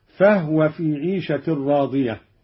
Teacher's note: أسكن الهاء أيضا قالون